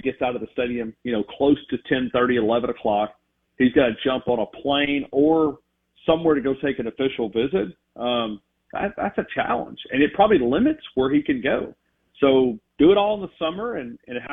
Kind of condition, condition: link, phone line